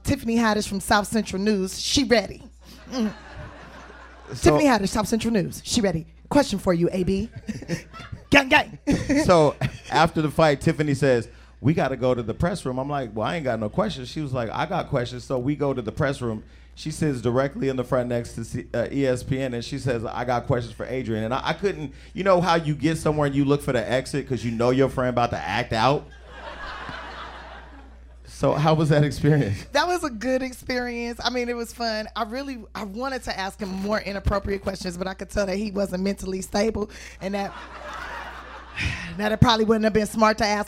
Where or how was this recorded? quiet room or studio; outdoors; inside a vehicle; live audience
live audience